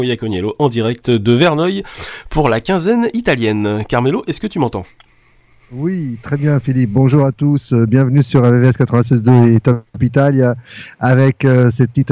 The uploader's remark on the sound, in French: A l'occasion de la quinzaine italienne à Verneuil-sur-Seine, l'équipe d'italoscopie est en direct de l'espace Maurice Béjart de Verneuil !